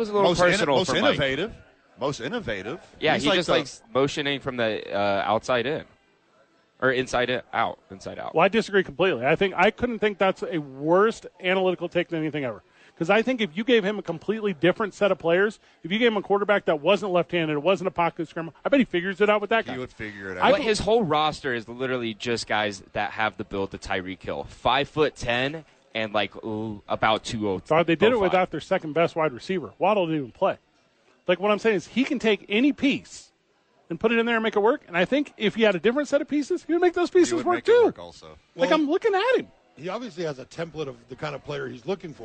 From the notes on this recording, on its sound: The bois are live from Howie's.